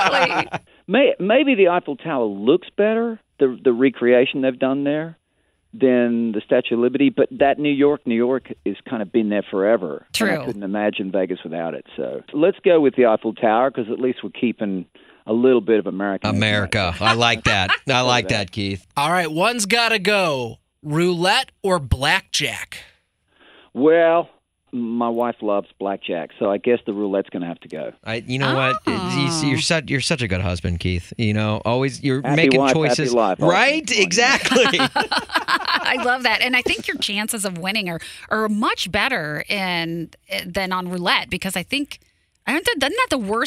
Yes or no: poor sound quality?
no